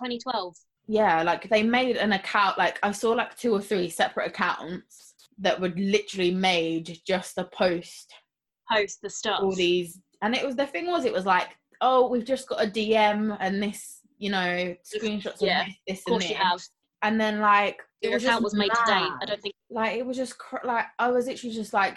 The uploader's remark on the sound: We are still practicing social distancing so if the audio isn’t the best, we can only apologise.